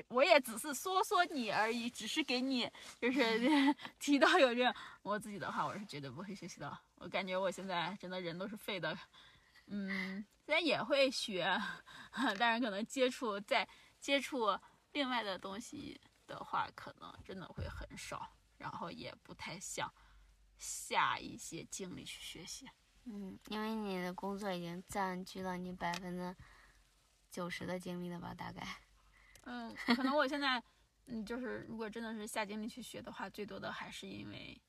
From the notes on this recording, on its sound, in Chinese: 这期节目录制于”大西洋最后一滴眼泪“赛里木湖的湖边停车场的车内。我们在夜晚的星空下畅谈。